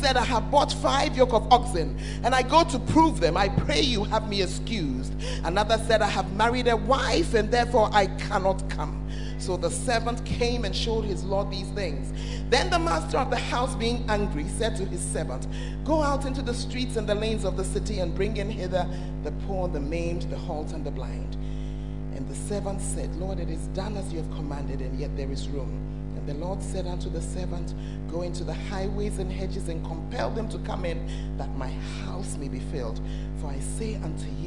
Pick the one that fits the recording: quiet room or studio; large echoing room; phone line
large echoing room